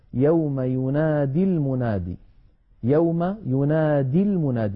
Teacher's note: عندنا أيضا مثالين آخرين نذكرهما من ذلك في سورة قاف قوله تعالى يوم ينادي المنادي، يوم ينادي المنادي، ينادي وزنها يفاعل، ينادي وزنها يفاعل، ولكنها كتبت من غير ياء في آخرها على نية الوصل لأننا لما نصلها بكلمة المنادي تسقط ياء الفعل، فكذلك نقف عليها يوم يناد ولا نقول يوم ينادي وقفا.